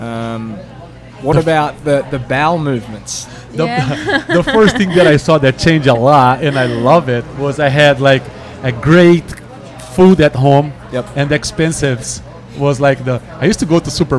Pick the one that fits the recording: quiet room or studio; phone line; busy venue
busy venue